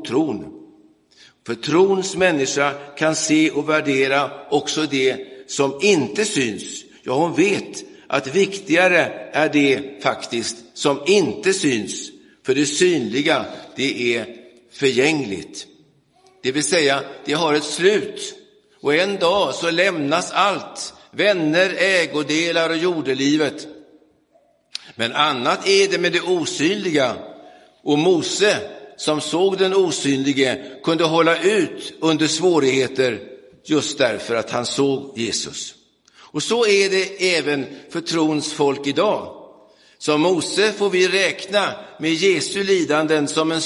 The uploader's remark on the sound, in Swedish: Inspelad i Roseniuskyrkan den 5 mars 2023.